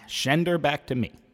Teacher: As I listened to the playbacks of … that afternoon, I was also struck by the way … sang the word send as shend. Changing an S to an SH was an affectation on some American records · Term: SH sound